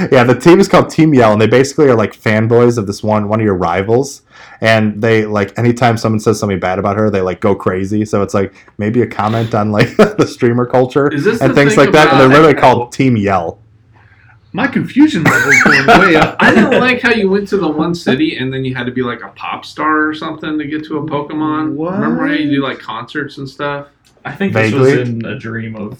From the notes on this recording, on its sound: I am so sorry for the audio quality this week. It was all my fault.